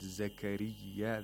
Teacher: the ra has tarqiq, because ra here has a kasra. It does not have fatha or dhamma. Zakariya, the mouth is empty and it's spread, the lips are spread.